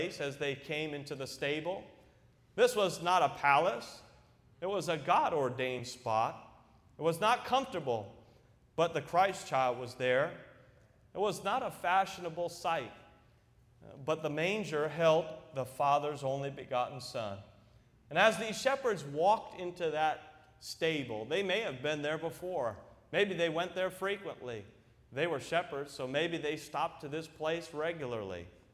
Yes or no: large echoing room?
yes